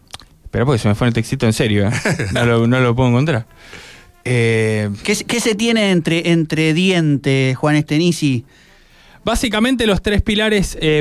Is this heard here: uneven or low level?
no